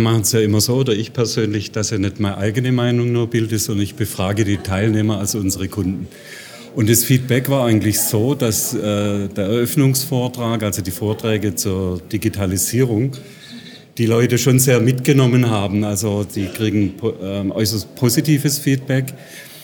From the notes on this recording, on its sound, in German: Im Interview auf dem CC 2018. Congress der Controller in München. Der Performance Manager Podcast war live vor Ort und hat auf dem größten Controller-Fachtreffen Europas mit den Who‘s Who im Controlling geredet.